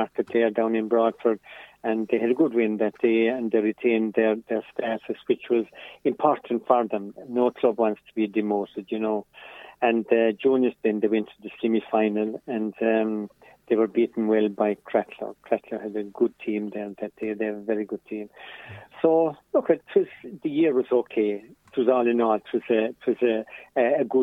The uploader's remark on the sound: joined on the phone by Ogonnelloe correspondent